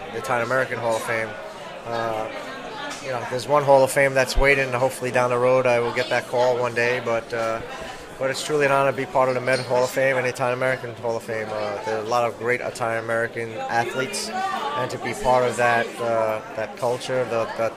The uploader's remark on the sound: Location: Carmine & Sons Bar and Restaurant, Brooklyn